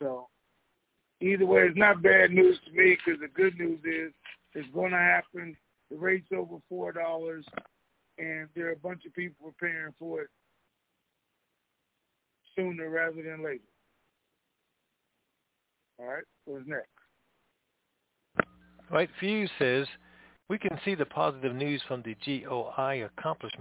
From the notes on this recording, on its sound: Conference Call